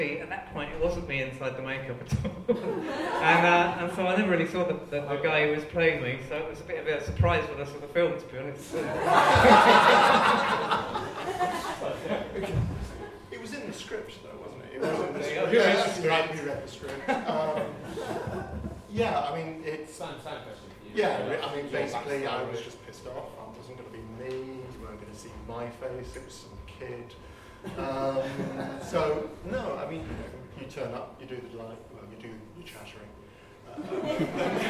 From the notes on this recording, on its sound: We recorded the Q&A sessions and here they are. As it was a live recording of a staged event the sound quality does vary throughout.